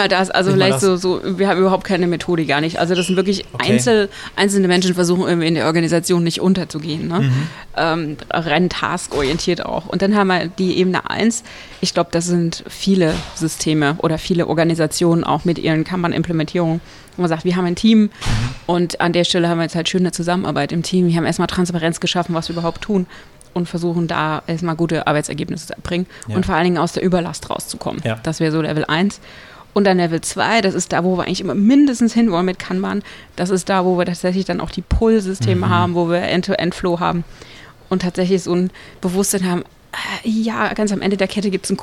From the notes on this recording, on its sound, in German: auf der Agile-Lean International Conference 2019 in Frankfurt